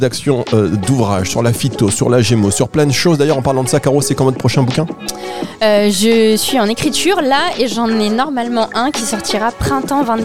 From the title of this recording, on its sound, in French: Emission spéciale en direct de Aroma Zone